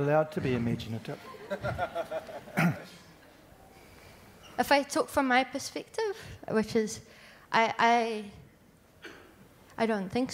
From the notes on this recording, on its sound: Panel at our Baptist National Hui 2019, Kia tupu whakaritorito: Positioning ourselves to thrive.